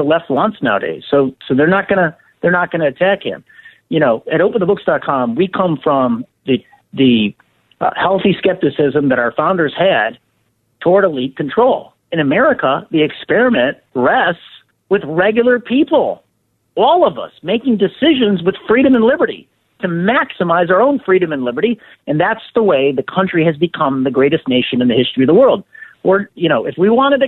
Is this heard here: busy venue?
no